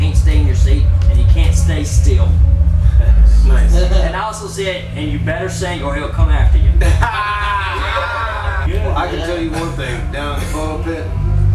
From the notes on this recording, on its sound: During the festival our audio recorder went out so we had to rely on our video. We videoed the interview and used the audio for the podcast.